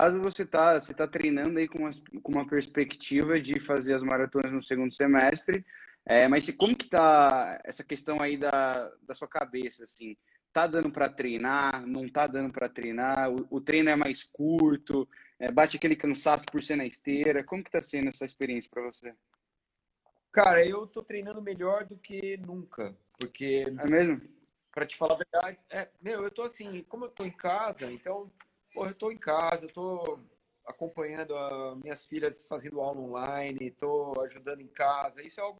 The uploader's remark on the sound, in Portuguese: durante uma Live em nosso Instagram